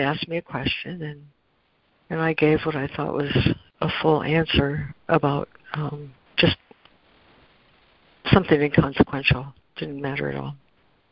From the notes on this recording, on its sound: ACIM Daily Conference Call